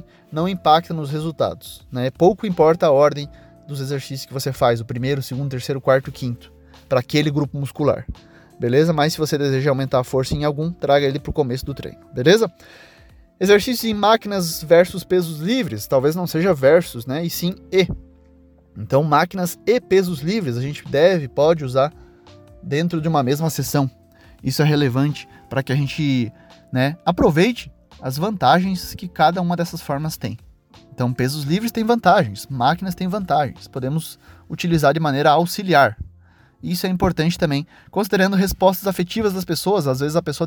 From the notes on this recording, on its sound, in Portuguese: Relembrando os velhos tempos gravando um episódio dentro do carro